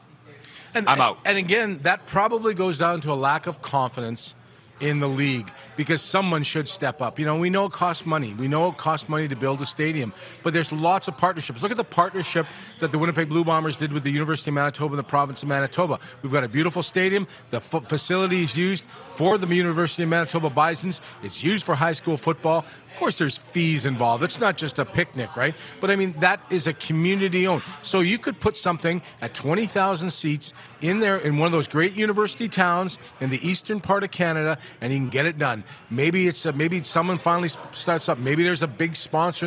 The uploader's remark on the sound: Final day of LIVE Grey Cup Coverage from Ballers RecRoom in Regina!